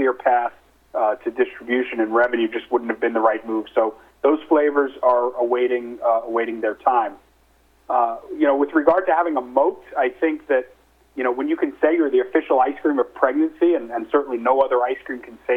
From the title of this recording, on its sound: Nightfood Investor Conference Call